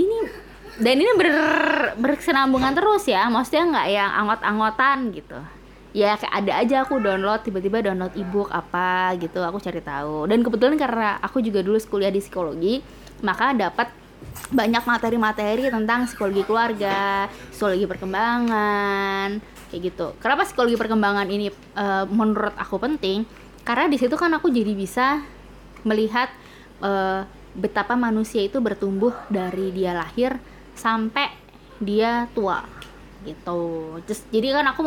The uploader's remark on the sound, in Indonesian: Sorry yaa kalo banyak suara anak-anak, rekaman nya di rumah.